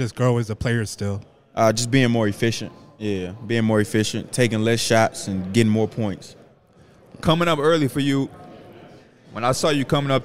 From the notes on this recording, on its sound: We're here live in Salt Lake City for NBA All-Star Weekend.